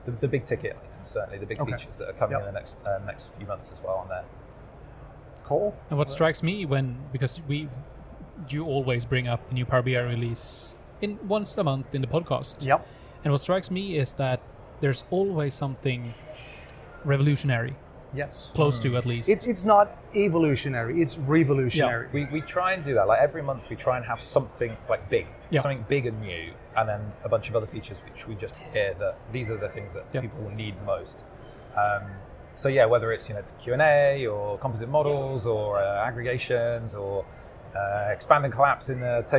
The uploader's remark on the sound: recorded at Microsoft Ignite in Orlando